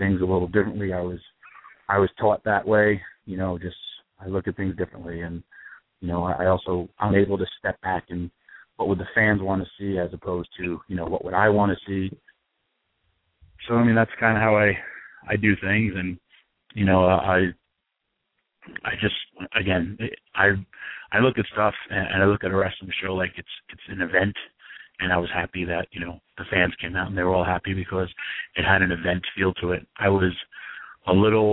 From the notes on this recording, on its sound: of course YOUR phone calls